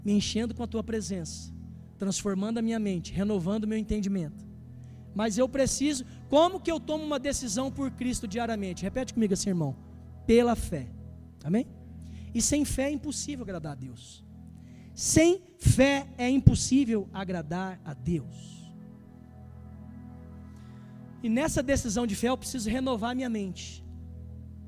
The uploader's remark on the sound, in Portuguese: Culto ao vivo